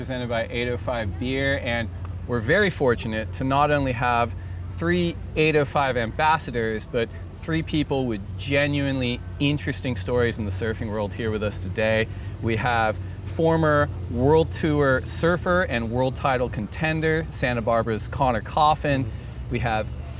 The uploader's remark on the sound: LIVE EPISODE 1 of 3 at Surf Ranch Pro pres by 805 Beer. This first installment was filmed live at the Surf Ranch Pro presented by 805 Beer around a fire pit in front of Perkins Lake as the Night Surfing Session was underway.